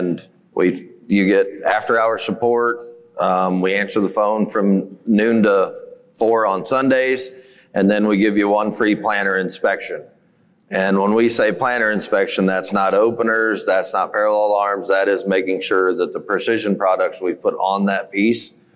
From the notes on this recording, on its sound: 4 of the top minds in the industry share the mic for a special Most Valuable Dealership panel discussion. On stage at the 2023 Precision Farming Dealer Summit.